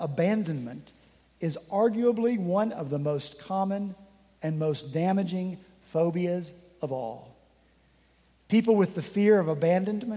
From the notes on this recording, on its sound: This past Sunday, September 10 at Redeemer Presbyterian Church in Charleston, SC. At Redeemer Presbyterian Church in Charleston, SC, many of us braved the coming storm to join with a few other congregations whose buildings were closed due to the storm.